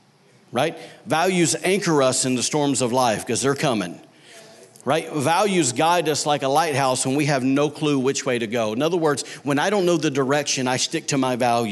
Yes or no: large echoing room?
yes